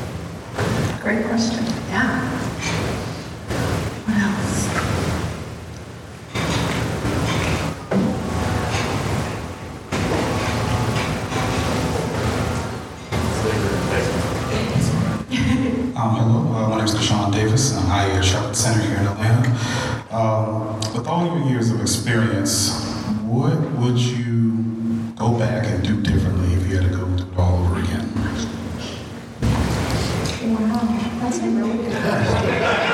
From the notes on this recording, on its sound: At the Crowne Plaza Atlanta Perimeter at Ravinia. This episode features a recording of an on-stage Q&A.